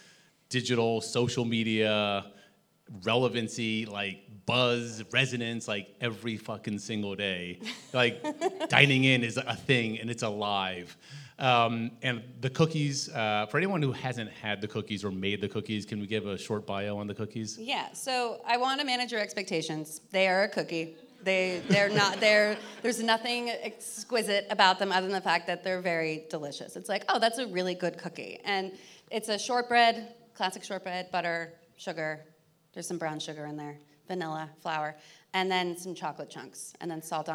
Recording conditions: live audience